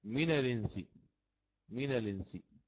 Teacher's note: عندما آتي بالنقل وأنقل حركة همز القطع إلى الساكن الصحيح قبلها فهي صارت الإنس، تبقى هذه النون كذلك على حركتها